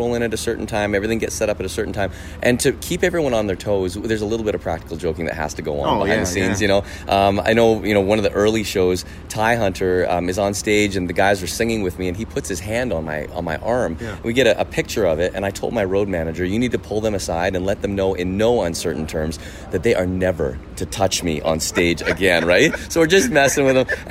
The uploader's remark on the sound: Recorded backstage during The Journey Tour at Budweiser Gardens in London.